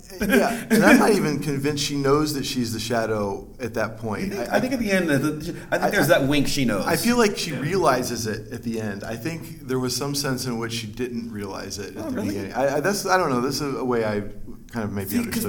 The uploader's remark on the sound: A very special episode recorded live at the 2019 TheoCon held at Messia College.